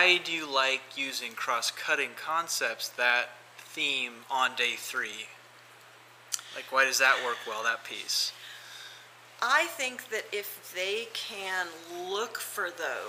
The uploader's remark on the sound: This episode is a series of short interviews with teachers at the 2023 Idaho STEM conference.